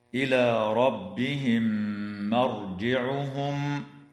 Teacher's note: بينما تدغم الميم الساكنة في الميم بعدها مع الغنة